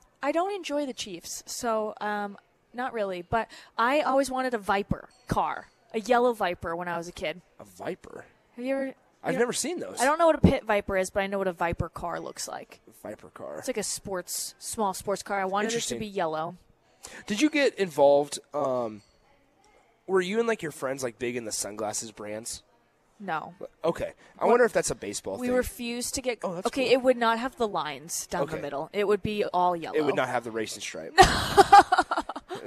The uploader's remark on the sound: Live from the Upside Bar and Lounge